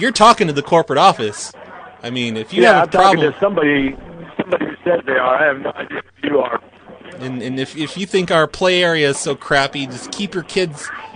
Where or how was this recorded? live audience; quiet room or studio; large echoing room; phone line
phone line